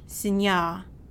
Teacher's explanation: So notice that the weak I at the end of sinyi gets changed to an a.